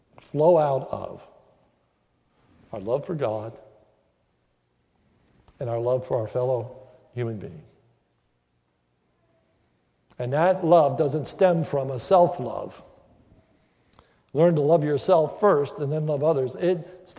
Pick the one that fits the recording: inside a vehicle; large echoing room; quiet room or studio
large echoing room